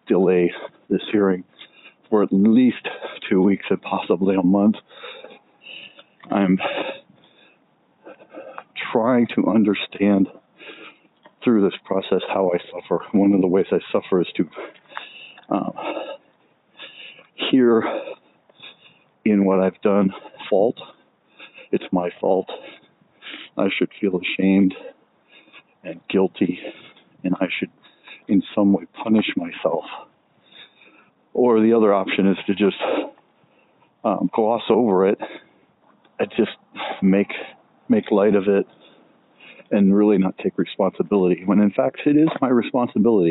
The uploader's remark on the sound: Let's take a walk and talk